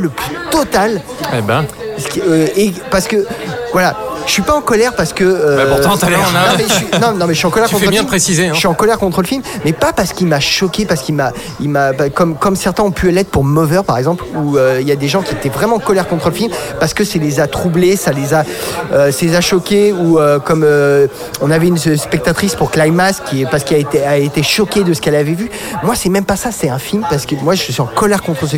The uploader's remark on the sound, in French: Enregistré au Hurling pub (8 Rue Descartes, 75005 Paris), le vendredi 16 novembre 2018.